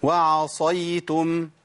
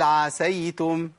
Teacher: الفرق بين الصاد والسين التفخيم اللي هو الاستعلاء والاطباق